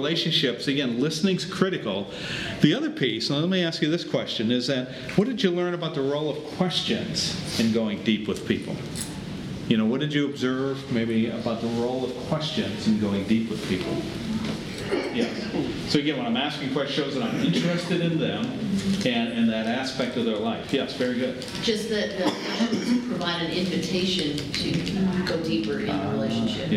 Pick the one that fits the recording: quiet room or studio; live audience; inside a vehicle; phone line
live audience